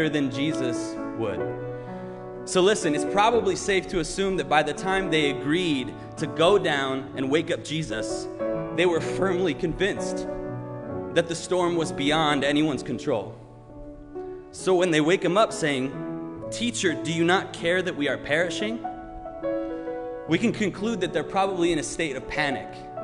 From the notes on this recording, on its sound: Sermon preached at RCHP on June 20, 2021.